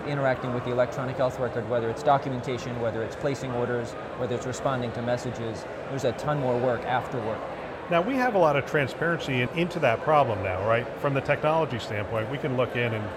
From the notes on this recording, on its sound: It’s an Interview in Action live from CHIME’s Fall Forum.